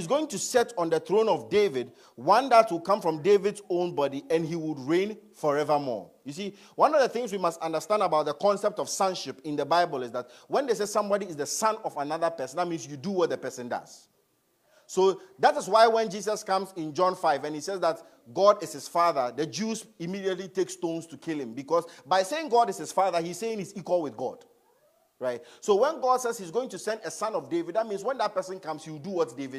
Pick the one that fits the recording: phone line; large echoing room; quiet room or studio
large echoing room